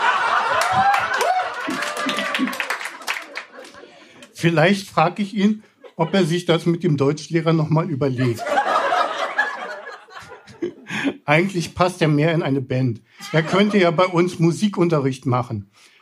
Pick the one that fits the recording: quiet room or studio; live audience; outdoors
live audience